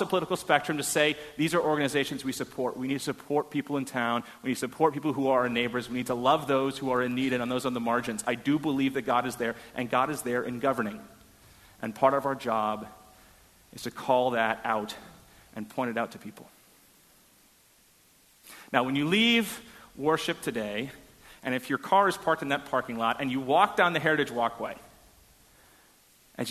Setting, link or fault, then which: setting, large echoing room